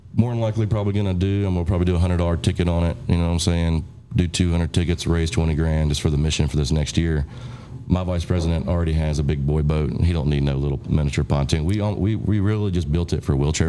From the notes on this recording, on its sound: Taped at Line Creek Brewing Co., Fayetteville, GA